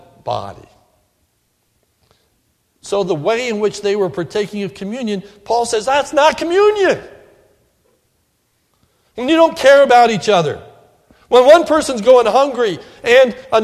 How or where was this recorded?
large echoing room